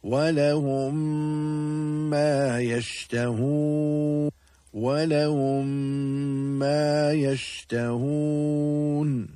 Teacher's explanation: the two memes will become incorporated and will be read with ghunnah · Term: idgham shafawi